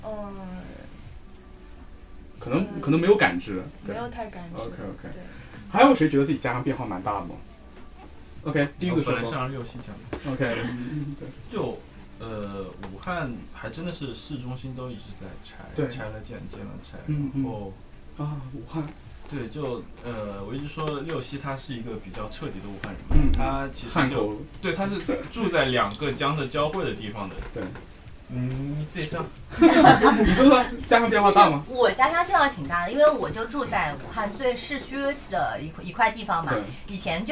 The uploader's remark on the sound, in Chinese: 这是一期非常放松的谈话，录音环境稍有嘈杂。